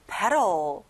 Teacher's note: 가운데 T 발음은 안 나죠.